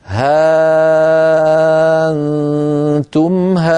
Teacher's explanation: هكذا يقرأها ورش بإبدال الهمزة ألفا